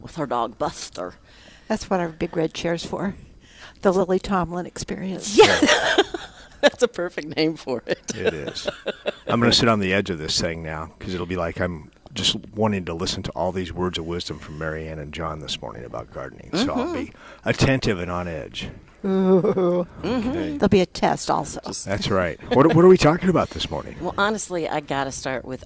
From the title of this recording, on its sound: Live at Prairie Gardens 1-22-22